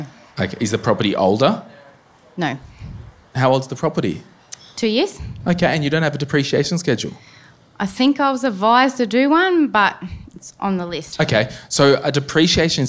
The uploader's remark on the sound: The first my millennial money meet up for the year on the sunny Gold Coast! In this episode live audience members asked the following questions.